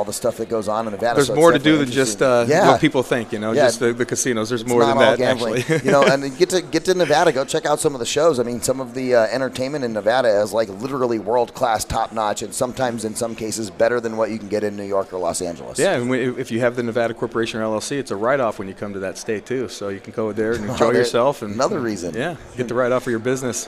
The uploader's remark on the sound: VoiceAmerica Live Broadcast From Scottsdale Arizona! A one day event for real estate professionals with Live Interviews on Site with Exceptional Speakers, Attendees, Sponsors, and Hard Money Lending Experts .